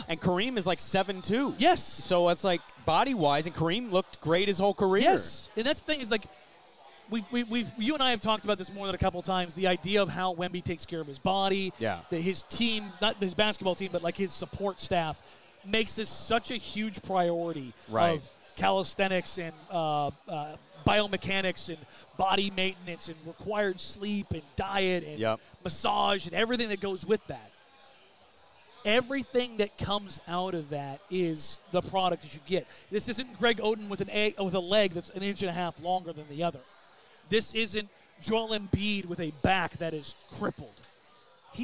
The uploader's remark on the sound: Live reactions from the Lottery show. On location at Brix Tavern in the Pearl.